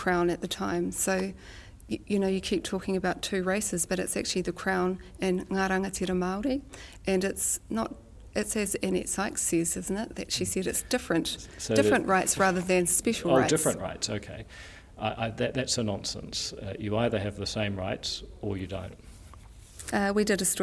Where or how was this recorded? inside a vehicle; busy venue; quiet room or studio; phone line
busy venue